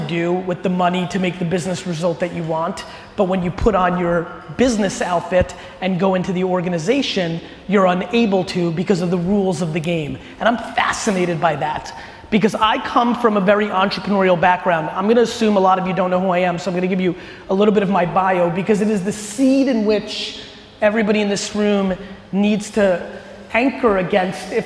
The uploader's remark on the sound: This was a fire keynote that I gave in Amsterdam a few weeks back to the Bookings.